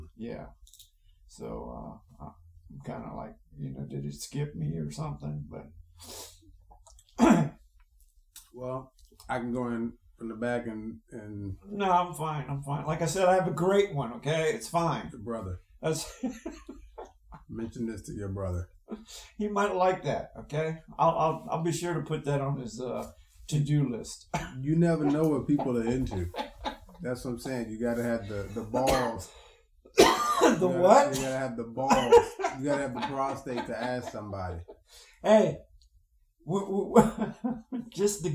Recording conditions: poor sound quality